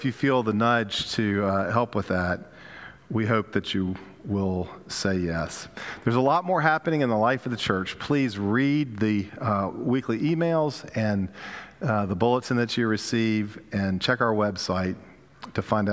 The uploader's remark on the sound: Pender UMC Contemporary Worship Sunday November 6, 2022 at 11:15 am